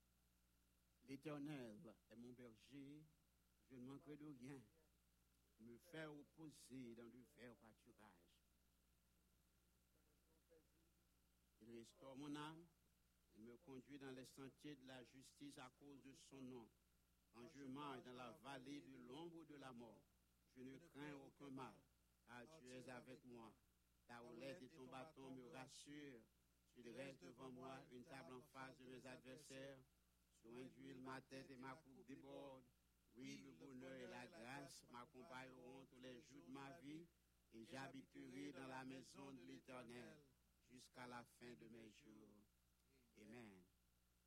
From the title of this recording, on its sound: Sunday Service Live